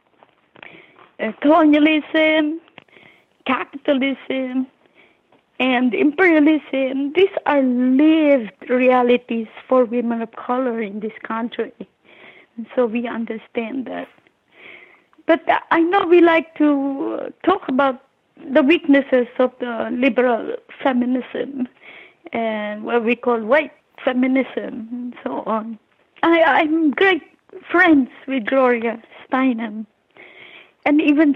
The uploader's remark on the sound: over the phone from her home in New York.